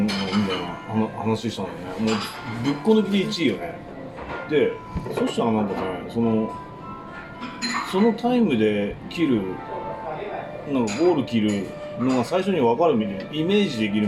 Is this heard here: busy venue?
yes